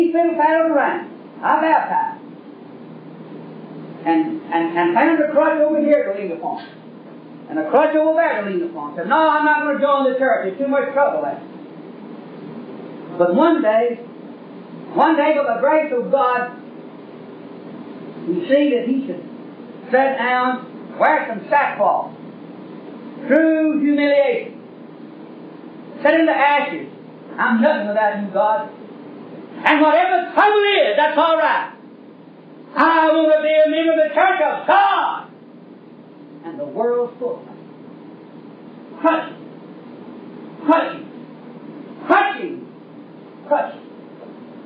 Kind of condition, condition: setting, large echoing room